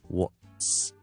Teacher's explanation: 记住条脷一定要顶停咗个 airflow，and then releasing it very very softly into an Ssound · Term: TS 嘅读法